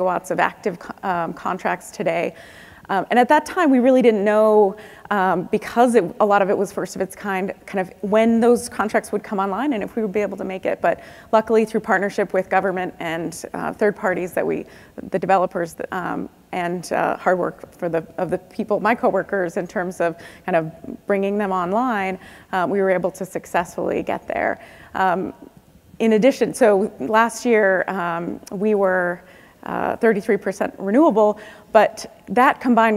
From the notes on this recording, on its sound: The best of live interviews from GreenBiz events.